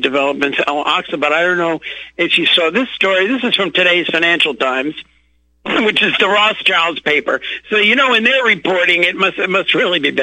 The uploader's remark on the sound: opens phone lines for callers